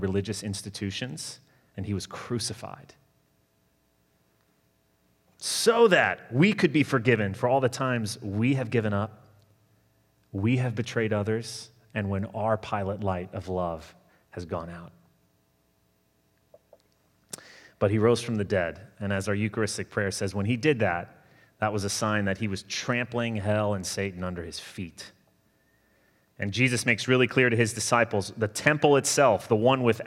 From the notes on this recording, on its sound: Sermon delivered Sunday, November 22, 2020